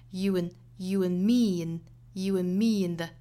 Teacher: 我们在连贯的时候呢，把 and 尾部的省掉，然后 and 弱读